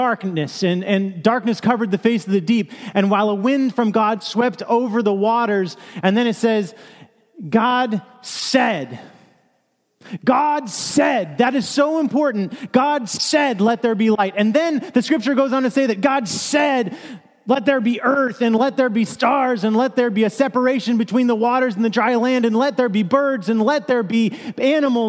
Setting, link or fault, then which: setting, large echoing room